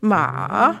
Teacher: the third tone in Mandarin, ma, is sort of like a J-type pattern